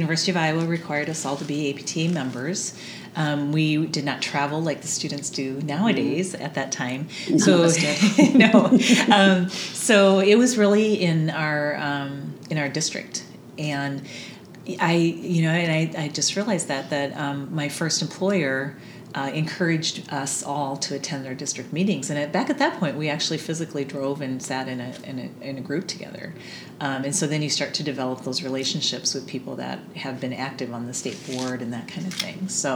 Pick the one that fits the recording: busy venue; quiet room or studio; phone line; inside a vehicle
busy venue